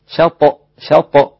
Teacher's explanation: الشين رقيقة والطاء مفخمة، شطأ شطأ مش شطأ، خلي الطاء مفخمة قوية